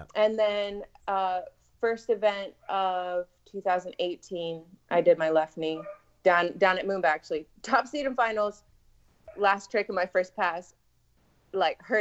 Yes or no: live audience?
no